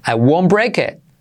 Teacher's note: la T de it casi no se dice